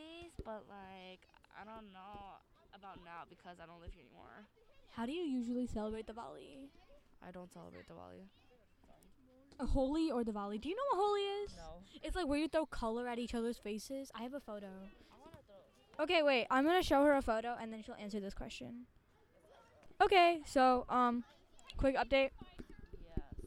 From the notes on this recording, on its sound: Walking around a diwali party with a laptop+microphone just for this episode!